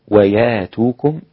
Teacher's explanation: أبدل هنا وياتوكم الهمزة ألفا